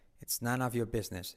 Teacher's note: la R de your decae. It's none of your business.